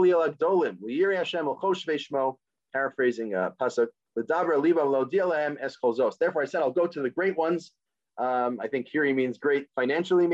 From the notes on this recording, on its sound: This audio was originally captured from Zoom. As part of Drisha's Spring Zman.